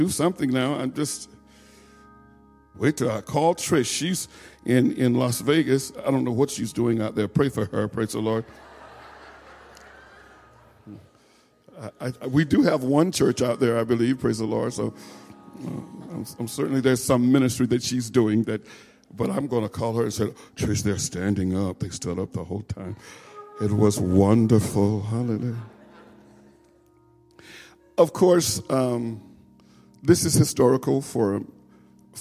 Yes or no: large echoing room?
yes